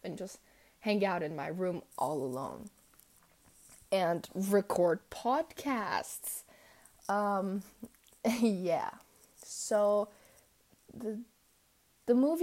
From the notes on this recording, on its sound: my hair keeps hitting the mic and makes a weird noise so i'm really really sorry about that